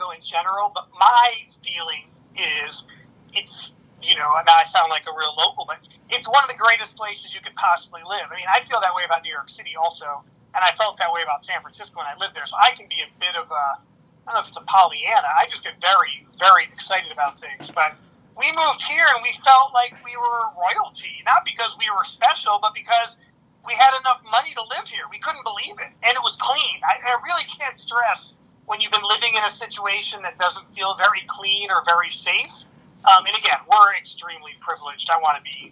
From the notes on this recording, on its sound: Recorded via phone in Grand Rapids, Michigan, and Chicago.